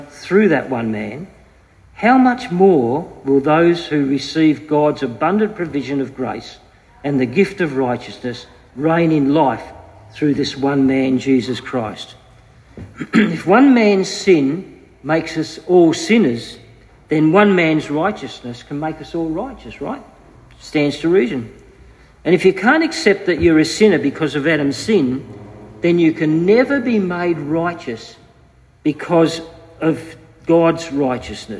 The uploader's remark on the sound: Due to a power outage, this was recorded just using an iPhone through a PA, so the audio quality may vary.